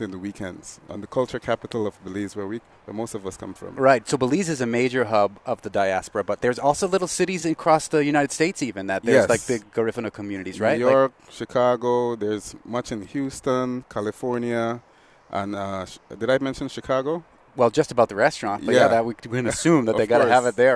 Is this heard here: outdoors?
yes